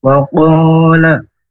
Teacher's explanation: la-nya ujung lidah ke gusi atas, jangan sampai le, ya. Kalau le itu di langit-langit.